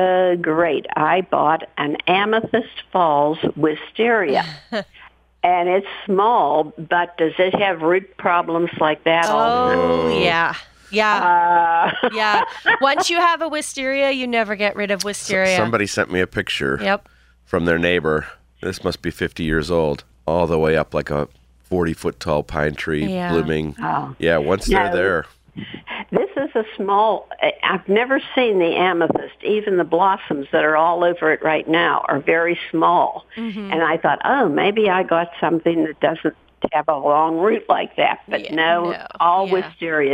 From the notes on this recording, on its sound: They also answer questions from callers